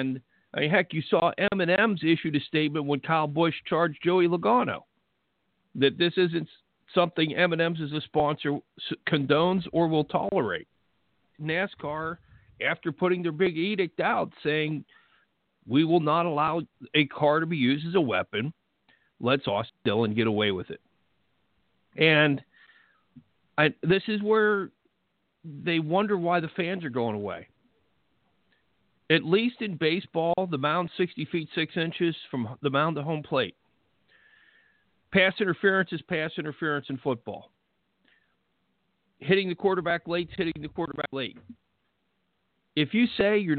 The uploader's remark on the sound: We'll also take phone calls from the fans